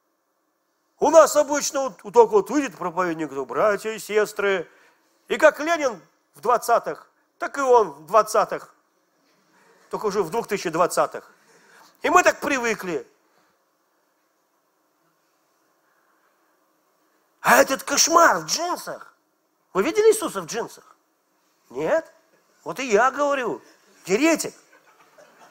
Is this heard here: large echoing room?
yes